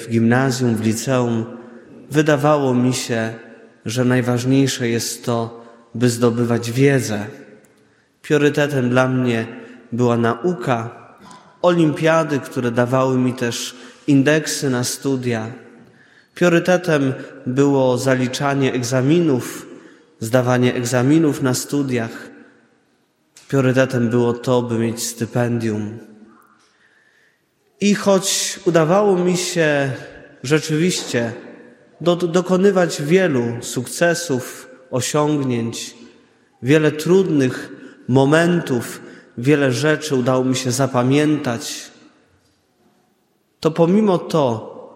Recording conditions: large echoing room